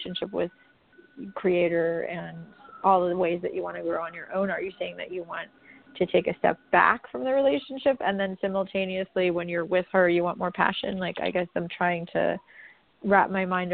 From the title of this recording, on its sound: A Call-In Show